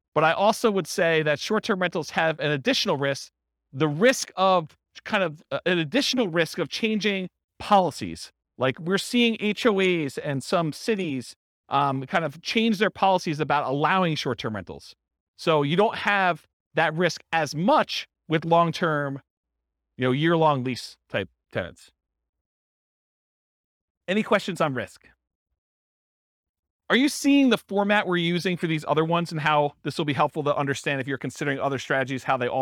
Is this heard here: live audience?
yes